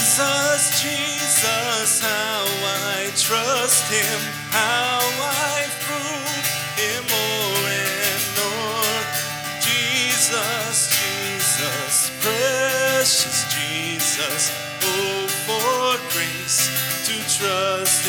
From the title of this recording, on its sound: LIve Service 26 July 2020